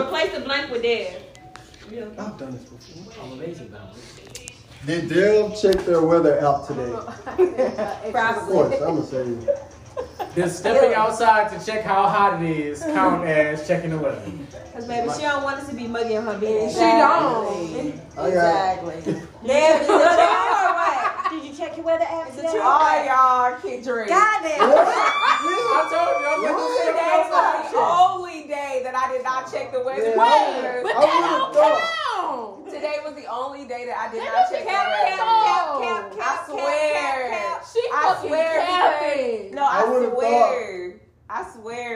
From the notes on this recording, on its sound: Excuse the extra chatter but we live!